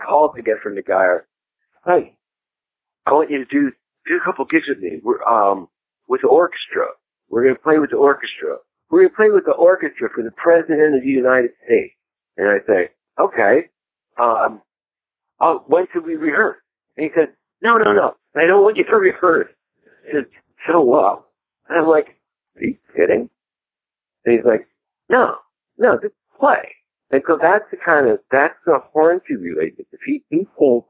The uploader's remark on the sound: In this very short, casual phone interview. This interview has been digitally remastered for your listening enjoyment.